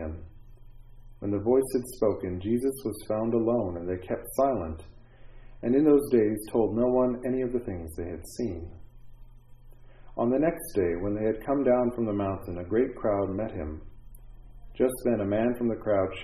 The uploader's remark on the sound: This is the audio of the Sunday morning chapel service for Sunny View Manor